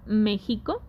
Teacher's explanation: me es la sílaba tónica que se pronuncia con mayor fuerza que las otras dos sílabas y que aparte, según las reglas gramaticales, lleva acento en la E.